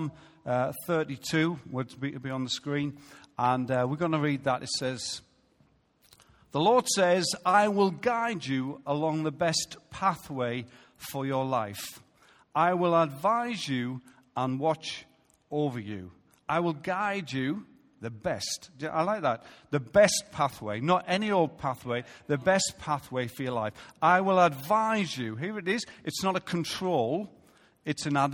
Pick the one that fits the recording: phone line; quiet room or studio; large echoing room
large echoing room